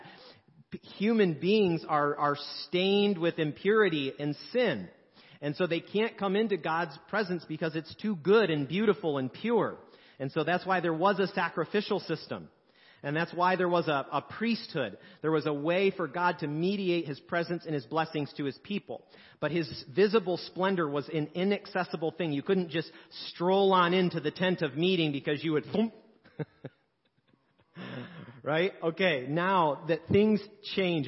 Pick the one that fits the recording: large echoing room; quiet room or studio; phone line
large echoing room